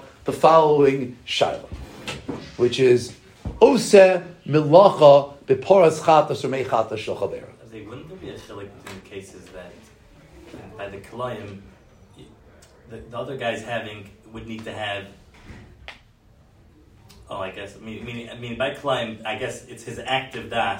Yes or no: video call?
no